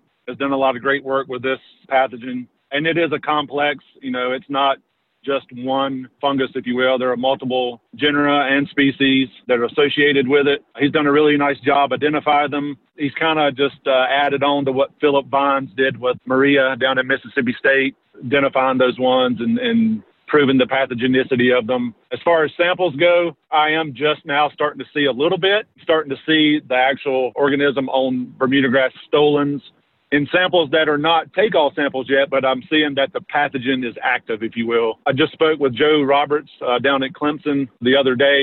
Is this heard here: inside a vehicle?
yes